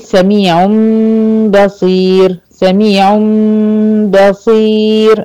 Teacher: الإقلاب هو تحويل الشيء عن موضعه لغة، معنى قلب الشيء يعني تحويل الشيء عن موضعه. إصطلاحا قلب النون الساكنة أو تحويل يعني النون الساكنة أو التنوين الى ميم مخفى بغنة